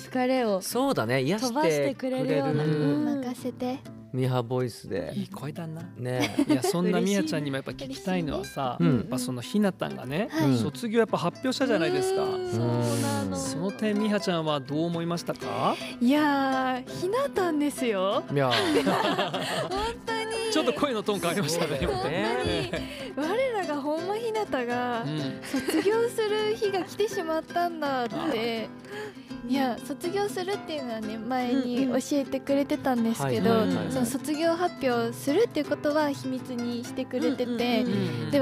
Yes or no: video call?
no